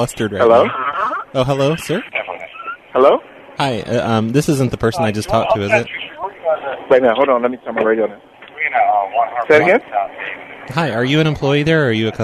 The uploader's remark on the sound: Prank Phone Calls